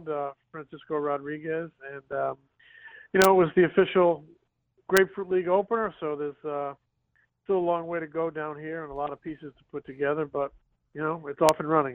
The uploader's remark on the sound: called in to start the show from Spring Training